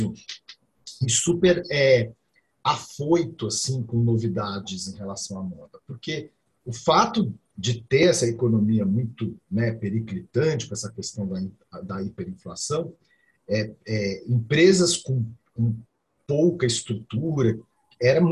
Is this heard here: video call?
yes